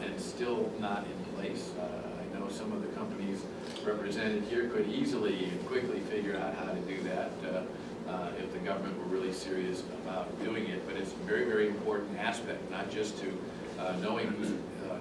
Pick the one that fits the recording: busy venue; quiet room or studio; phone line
busy venue